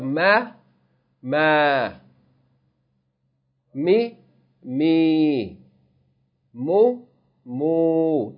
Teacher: The vowel sound is extended from one count to two counts. · Term: med tabi'i